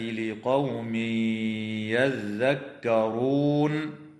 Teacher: ويدغم التنوين في الياء مع الغنة